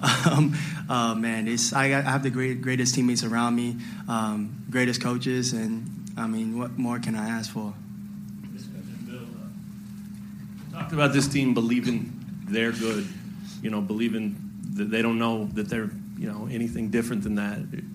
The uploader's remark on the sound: Postgame Audio From Kansas Elite Eight Win Over Miami. Hear the full post-game press conference.